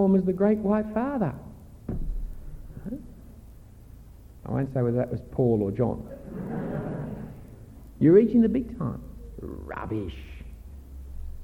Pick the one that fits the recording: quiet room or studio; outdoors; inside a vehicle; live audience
live audience